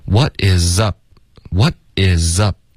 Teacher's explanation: up 结尾呢，嘴唇合上，导致一个干脆的停顿